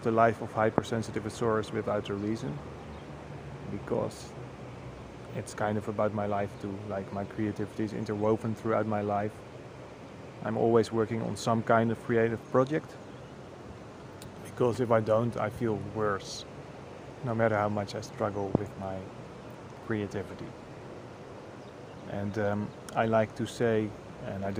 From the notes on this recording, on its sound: I recorded this one at the river, just after breakfast.